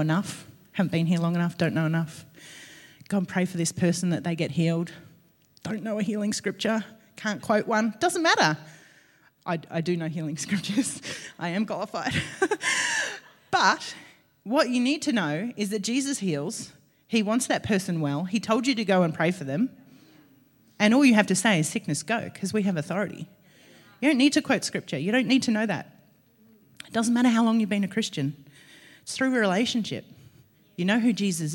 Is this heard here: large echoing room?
yes